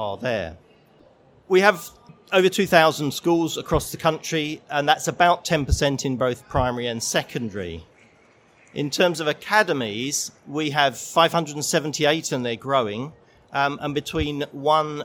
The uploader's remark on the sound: This session was recorded live on 14th November 2019 in the MAT Summit of the Schools & Academies Show at the NEC in Birmingham.